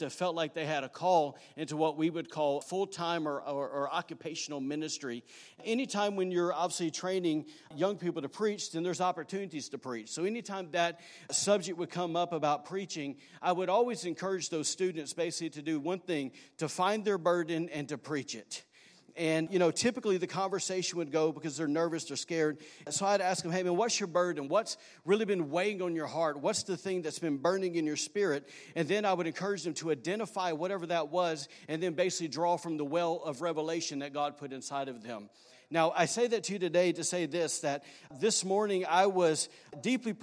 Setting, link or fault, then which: setting, large echoing room